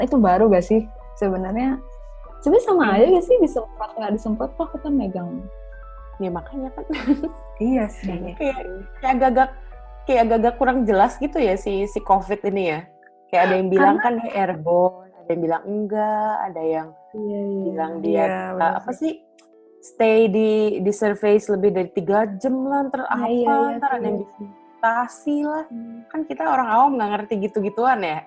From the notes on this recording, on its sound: Perdana record podcast via video conference.